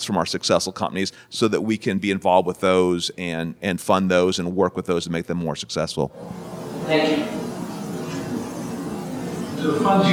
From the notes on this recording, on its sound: live from The Starting Line by the Ohio State University College of Nursing